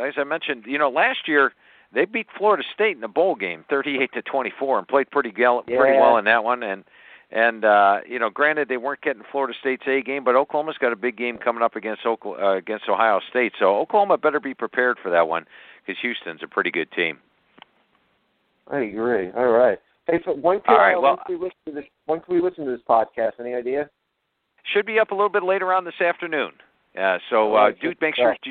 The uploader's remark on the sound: takes calls from listeners